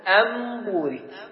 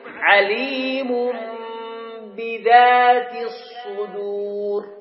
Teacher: قلبنا النون الساكنة ماذا؟ ميم مخفى · Term: الإقلاب